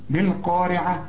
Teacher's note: القاف دي اعلى درجات التفخيم، والراء هنا مرققه لانها مكسوره